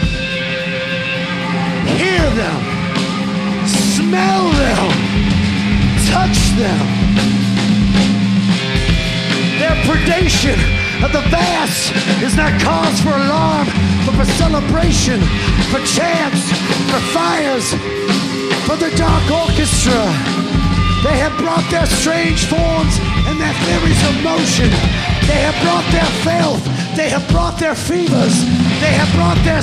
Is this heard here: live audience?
yes